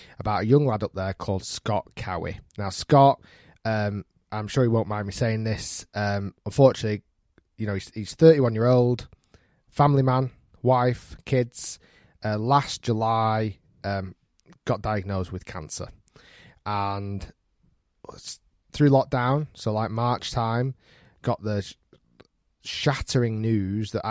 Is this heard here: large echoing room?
no